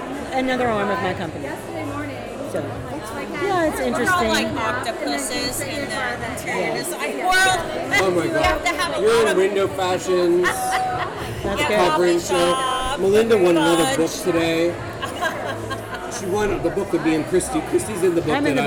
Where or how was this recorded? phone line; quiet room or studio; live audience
live audience